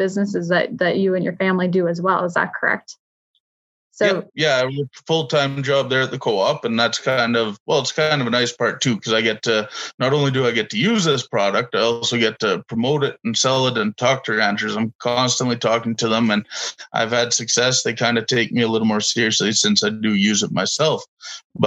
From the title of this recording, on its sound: Webinar Recordings